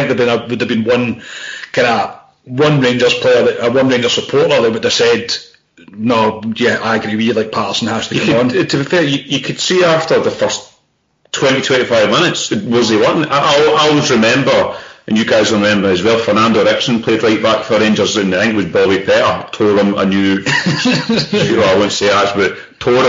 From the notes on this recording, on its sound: Sorry about the recording quality